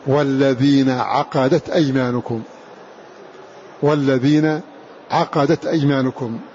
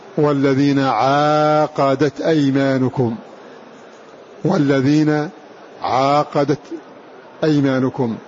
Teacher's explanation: فقوله هنا وفي عاقدة قصر أي لا مد بعد هذه العين لمن رمز له بثوى وهم عاصم وحمزة والكسائي · Shown in: first take · فقرأوا والذين عقدت أيمانكم، والذين عقدت أيمانكم، فتكون قراءة الباقين بإثبات الألف بعد العين والذين عاقدت أيمانكم، والذين عاقدت أيمانكم.